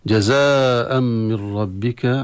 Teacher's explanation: جزاء منونة والتنوين هنا أتى بعدها ميم، فيضغم التنوين في الميم وهذا بالغنة